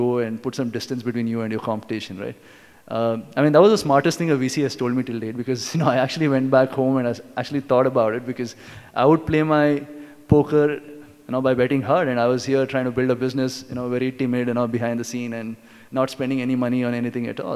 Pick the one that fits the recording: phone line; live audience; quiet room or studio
live audience